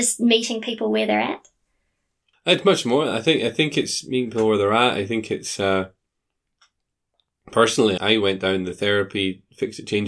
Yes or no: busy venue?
no